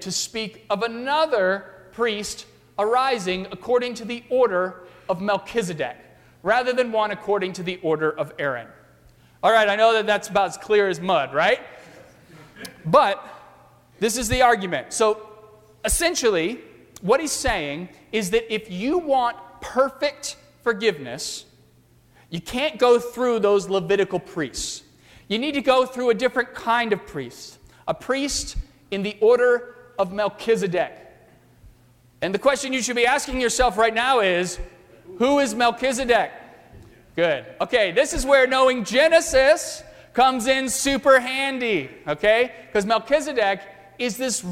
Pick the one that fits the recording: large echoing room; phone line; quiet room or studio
large echoing room